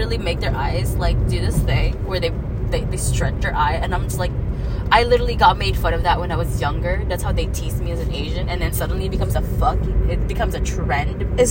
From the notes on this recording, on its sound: Don't mind the ambient noise, here's another smol adventure thru the mic on my iPhone